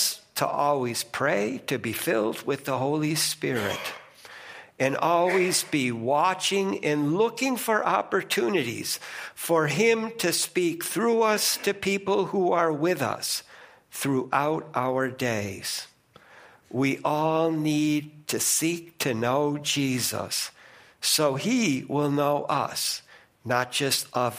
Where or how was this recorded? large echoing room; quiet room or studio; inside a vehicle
large echoing room